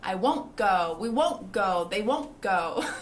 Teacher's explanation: Parece que o T nem existe nessa palavra.